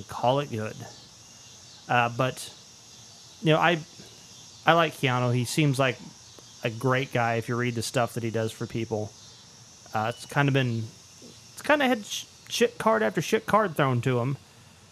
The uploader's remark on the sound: This was recorded outside while making beer. It's balls ass hot, like heat index of 110, and the cicadas serenade us throughout.